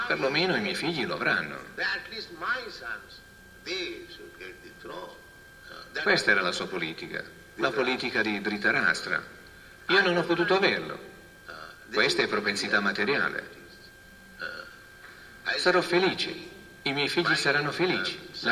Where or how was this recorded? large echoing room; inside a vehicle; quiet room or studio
large echoing room